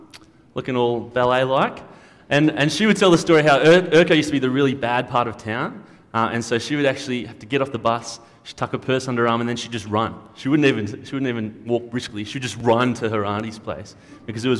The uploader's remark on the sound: At a Church in the Graveyard service